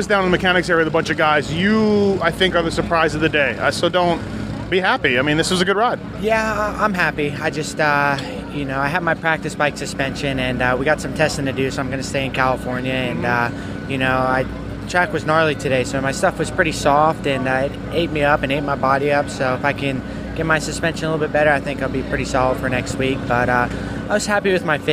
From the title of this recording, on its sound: Hangtown 2013 Post-Race Interviews